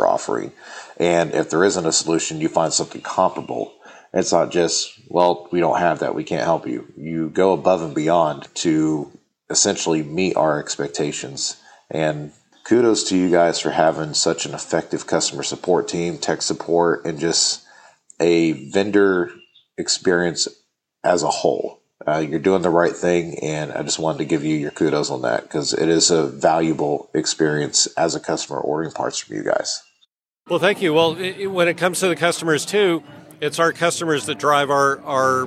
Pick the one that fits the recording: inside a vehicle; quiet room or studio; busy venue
busy venue